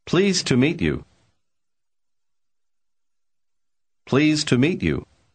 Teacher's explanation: конечный звук «да» в слове pleased почти не слышен